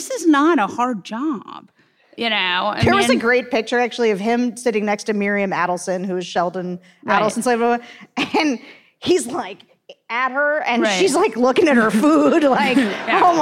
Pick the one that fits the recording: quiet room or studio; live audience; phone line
live audience